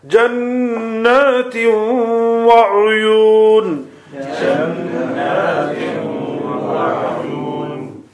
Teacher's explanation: the noon, some of it is still being preserved. And that, because of that preservation, the byproduct is the gunna. Because noon in its nature has this gunna sound to it.